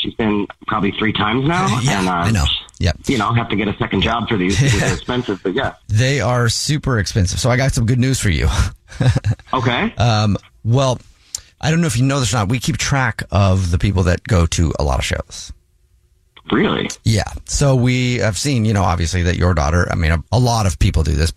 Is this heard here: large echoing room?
no